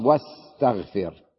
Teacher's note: نلاحظ أنه ذكر في بدء كل كلمة همزة وصل، وتقصد أن يأتي بالواو قبلها من أجل أن نشعر أنها همزة وصل، لأنها عندما نأتي بالواو قبلها أو الفاء أو ثم أو أي كلمة نصلها بما قبلها نجد أننا لا نلفظ الهمزة إطلاقا، مثل واكتب لفظنا الواو والكاف لكن الهمزة لم نلفظها. واستغفر، لاحظوا كيف الواو ثم السين نلفظ فقط واستغفر.